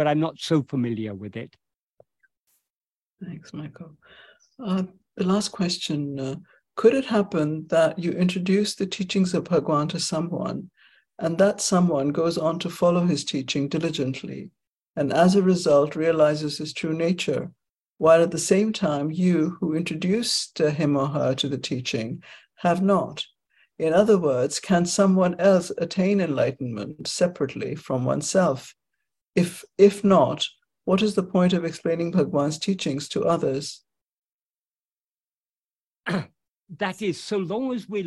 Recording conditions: video call